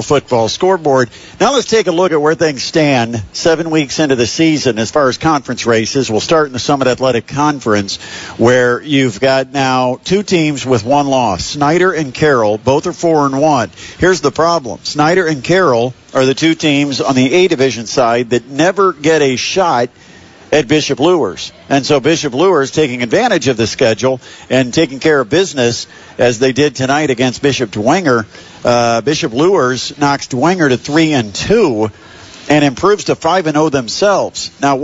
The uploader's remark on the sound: The Indiana Physical Therapy High School Football Postgame Show LIVE at the Pine Valley Pizza Hut